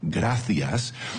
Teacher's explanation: si fuera una S sencilla, nos identifica como hispanoamericanos. Mientras que si pronunciáramos la C más cerca de la Z de modo que sonara gracias, nos identificaría como españoles de la península ibérica